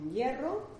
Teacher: la fuerza fonética está en la E